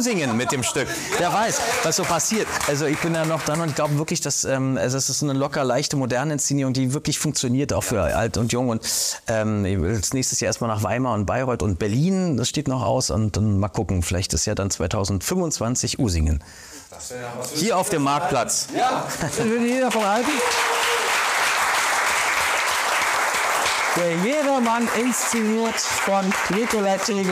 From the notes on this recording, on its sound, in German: Zum Live-Talk vor Publikum bei Talktime Hessen. Talktime Hessen - Live aus Usingen.